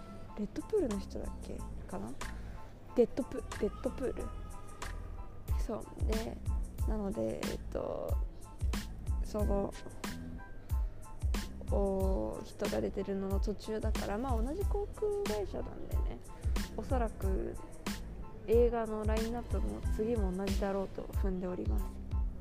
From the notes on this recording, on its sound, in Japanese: 乗り継ぎのチューリッヒ国際空港で収録しました！Wi-Fiの調子が悪く、途中から一人録りになりました。